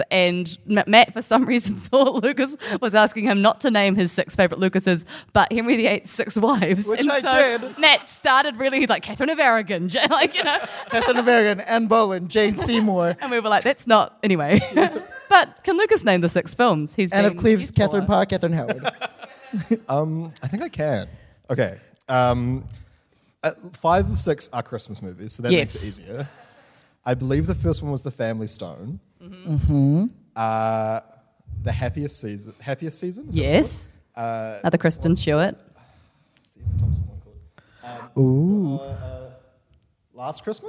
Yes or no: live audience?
yes